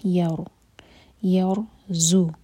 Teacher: یرزقکم، را پر سکون ہے، اس سے پہلے جو ہے فتحہ ہے، تو را سکون کو ہیوی پڑھنا ہوگا. یور، یور زو، ز پر بزنگ ساؤنڈ.